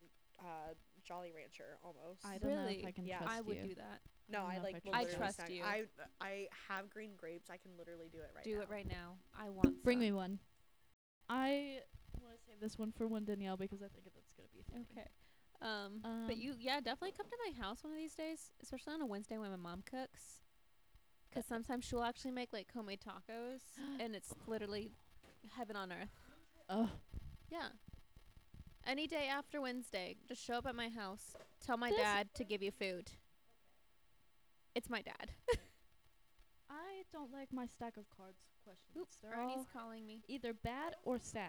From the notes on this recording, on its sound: We're still in the process of figuring out our audio